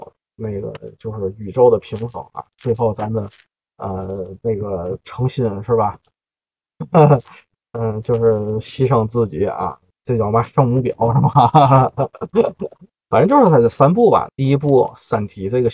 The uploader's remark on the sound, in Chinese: 本期录音在车里录的，效果略有瑕疵，各位包涵。